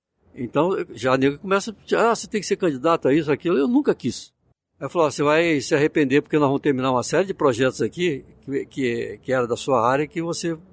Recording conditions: busy venue